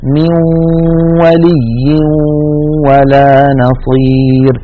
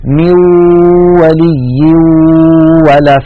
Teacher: عند الإدغام بغنة يخرج صوتان في آن واحد، واو من الشفتين في المثال الذي معنا، وغنة من الخيشوم · Shown in: first take · مجموع هذين الصوتين يشكل النون المدغمة في الواو.